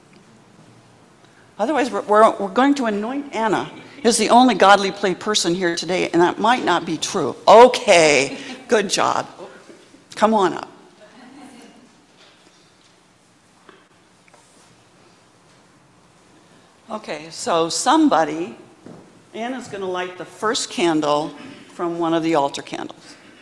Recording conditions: large echoing room